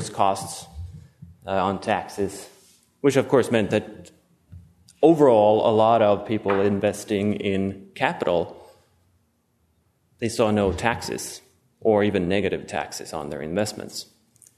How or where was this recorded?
large echoing room